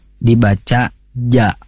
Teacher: tempat keluarnya itu ada pada wastu lisan, tengah-tengah lidah. Nah, kemudian bersukun harus dipantulkan, yang disebut qalqalah.